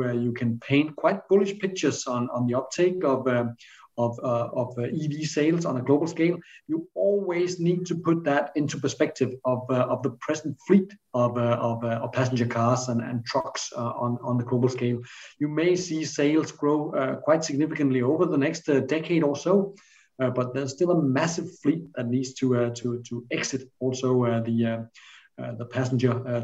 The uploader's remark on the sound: A Reuters Events Webinar.